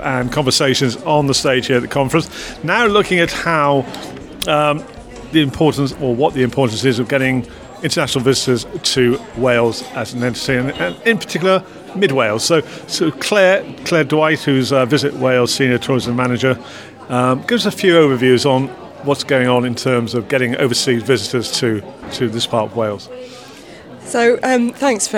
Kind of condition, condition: setting, busy venue